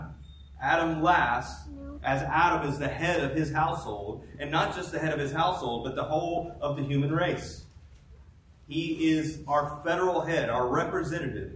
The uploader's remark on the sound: Please forgive the poor audio quality…